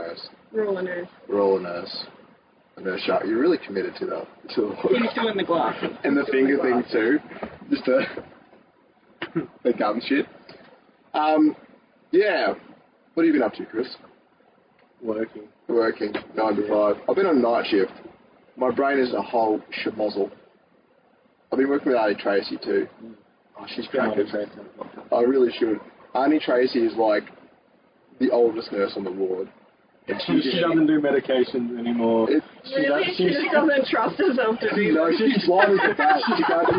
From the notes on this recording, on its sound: Sorry about the audio but the studio is a shed and the air con was needed.